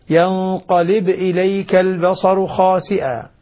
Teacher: الباء ساكنة وليست مضمومة. لا نقول ينقلب لأن مجزومة لأنها واقعة في جواب الطلب.